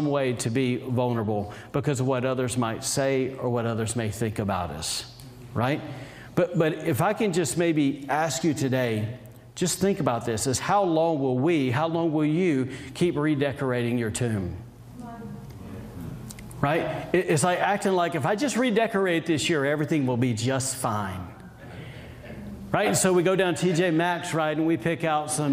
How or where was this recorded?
large echoing room